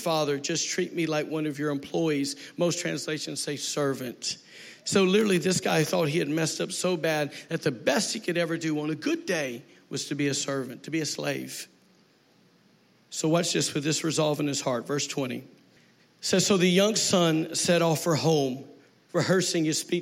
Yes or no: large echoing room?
yes